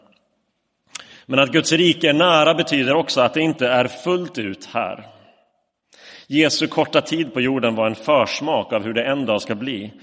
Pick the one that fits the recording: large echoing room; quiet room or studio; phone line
large echoing room